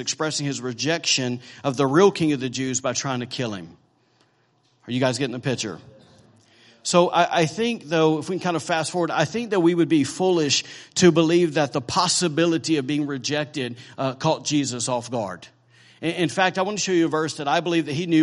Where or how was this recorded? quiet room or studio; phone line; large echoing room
large echoing room